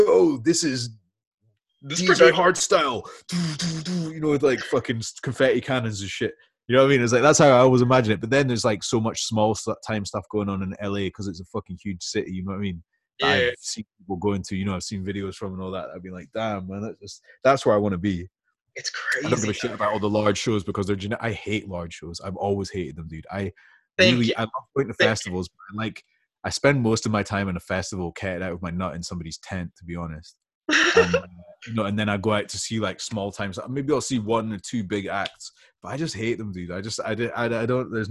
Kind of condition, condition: link, video call